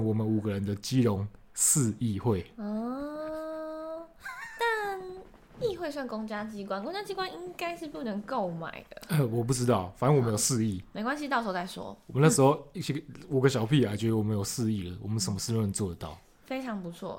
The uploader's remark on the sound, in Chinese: 新手上路後製能力欠佳，音質或是背景有聲音請見諒！